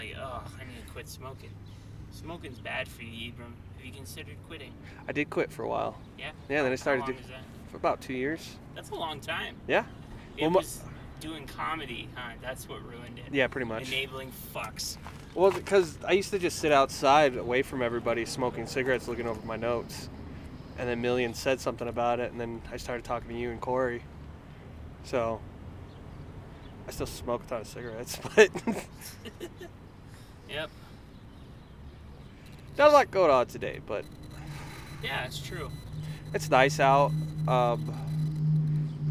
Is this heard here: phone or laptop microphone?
yes